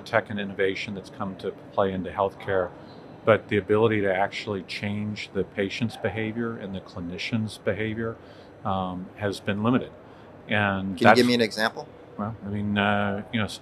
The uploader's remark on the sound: live from HLTH 2021